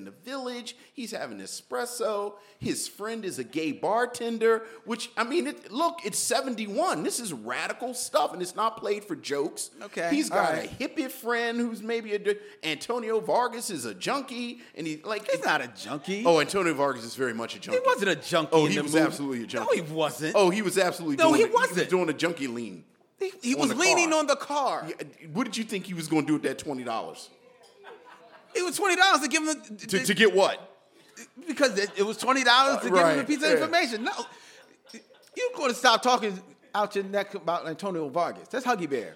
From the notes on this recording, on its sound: a special live presentation at Philadelphia's World Cafe Live